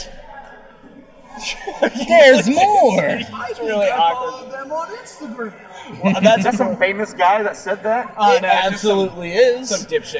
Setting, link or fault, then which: setting, busy venue